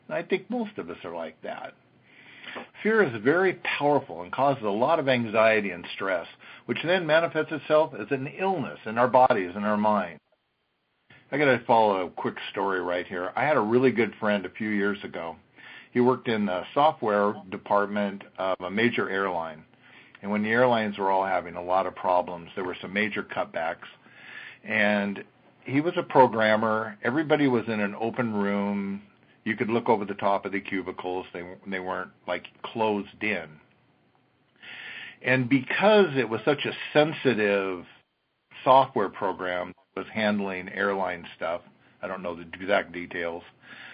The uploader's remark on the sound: an archive of weekly conference calls